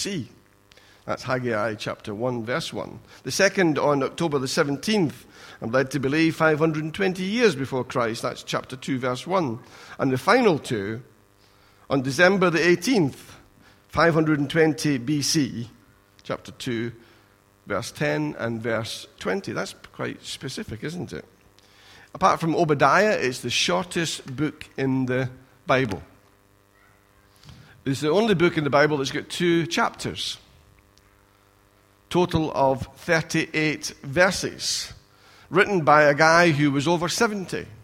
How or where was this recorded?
large echoing room